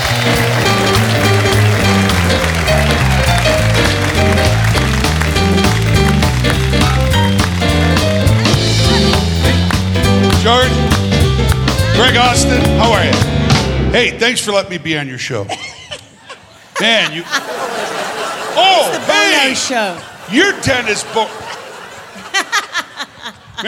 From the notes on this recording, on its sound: Live at the SouthPoint Casino